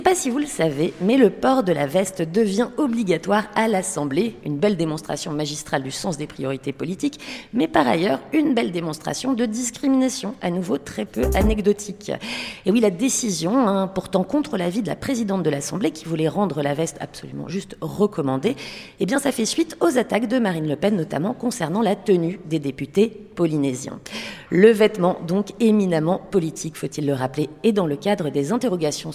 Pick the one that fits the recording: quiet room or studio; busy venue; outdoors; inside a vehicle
busy venue